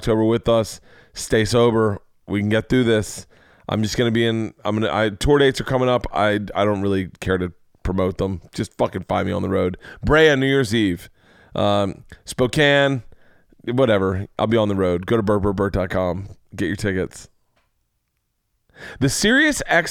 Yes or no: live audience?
no